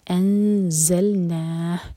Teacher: مبارکن انزلنا، انز اخفا، نون کے مخرج کو ٹچ نہیں کیا جائے گا، زا کے لیے زبان تیار کریں گے، یہ ہے زا، یہاں پر بزنگ ساؤنڈ آئے گا.